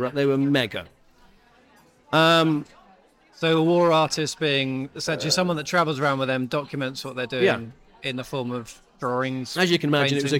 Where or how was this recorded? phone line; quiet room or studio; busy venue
busy venue